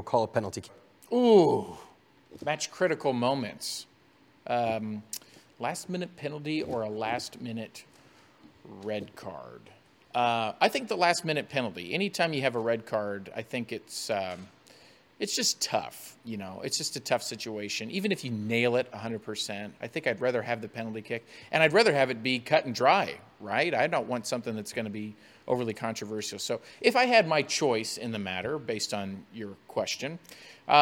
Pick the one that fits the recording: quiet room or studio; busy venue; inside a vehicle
busy venue